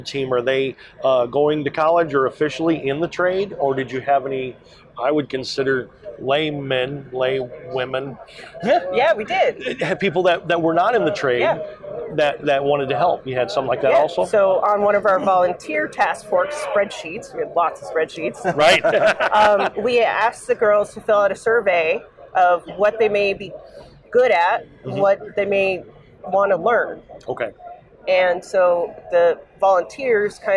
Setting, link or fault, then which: setting, busy venue